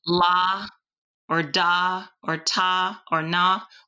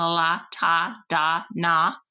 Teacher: And so a similar a similar exercise for just awareness might be that you use um, syllables that start with alveolar sounds or end with alveolar sounds like um, la or da or ta or na. All of them start with the tongue tip behind the alveolar ridge.